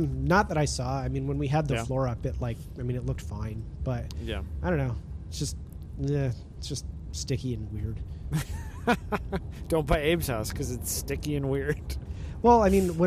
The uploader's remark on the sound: Long Drives with Bad Audio. Even after more than 300 shows, he still struggles to use a recorder properly.